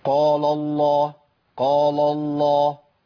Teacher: أنا عندي القاف مفخمة واللام مرققة في النص